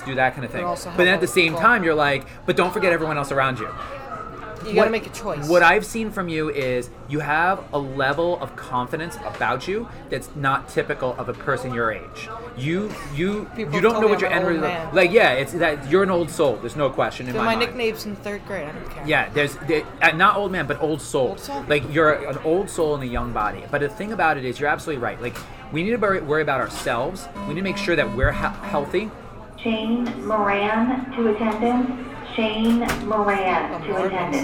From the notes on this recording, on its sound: Apologies in advance for the disruptions and background noise. The #CRAfTLab which has very little privacy.